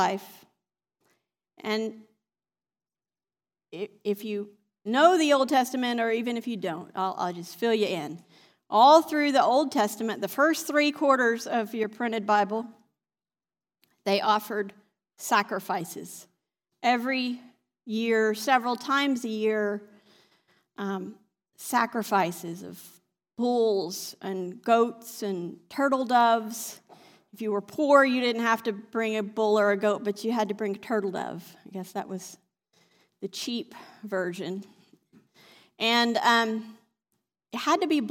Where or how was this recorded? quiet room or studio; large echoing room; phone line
large echoing room